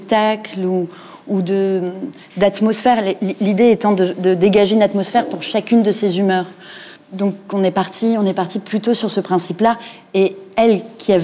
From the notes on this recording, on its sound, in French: À l’occasion des Journées européennes du patrimoine, le lieu de création artistique POUSH, situé dans les bâtiments de l’ancienne parfumerie L.T. Piver à Aubervilliers, a accueilli la table ronde. Initiée par le Conseil Départemental de la Seine-Saint-Denis.